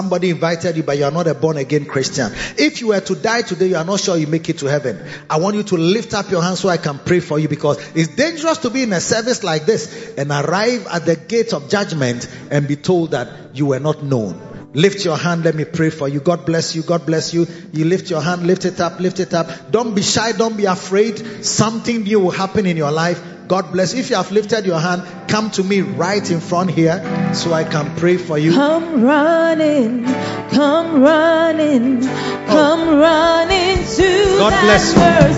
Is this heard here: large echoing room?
yes